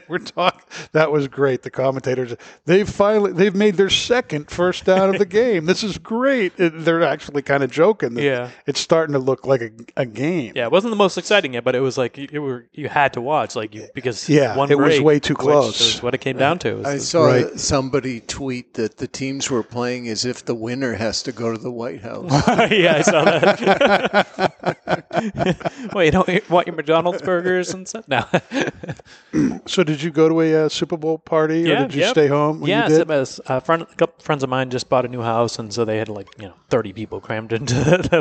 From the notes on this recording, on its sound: broadcast live on location from Studio 21 Podcast Cafe high above Two Guys Smoke Shop in Salem, New Hampshire